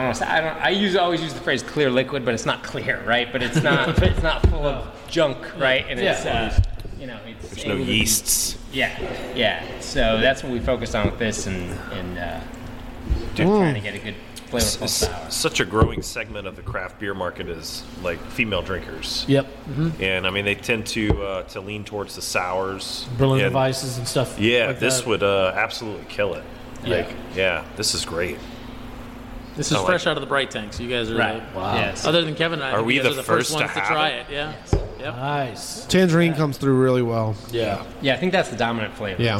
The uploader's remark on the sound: at Rally Cap Brewing in Baton Rouge